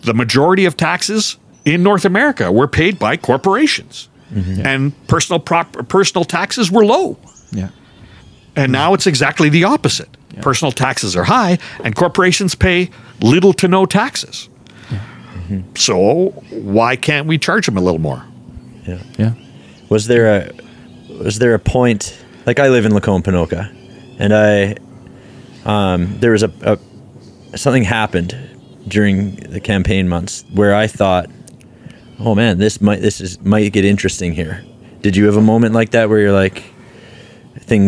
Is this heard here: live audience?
no